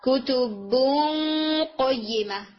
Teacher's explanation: कौफ का जो इख्फा होता है उसमें भी आपकी जो टंग है वो कौफ के मखरज को हिट करेगी · आपने बूं यानी बा को लाइट रखना है, फिर आपने हेवी इख्फा करना है